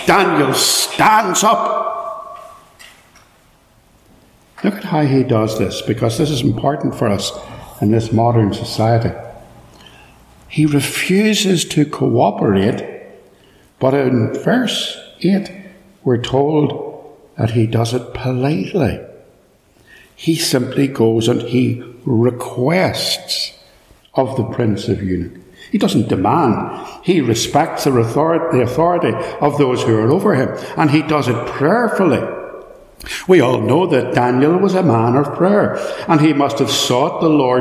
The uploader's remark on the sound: This is a sermon preached at Ballymacashon Congregational church, Killinchy, Co.Down. It is live and unedited, so there will be extraneous noise etc.